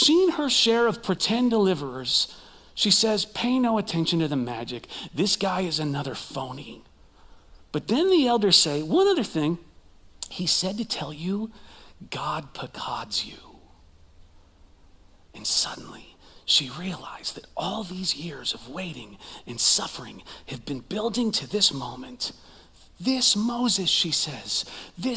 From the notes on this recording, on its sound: Recorded live at CrossWinds Church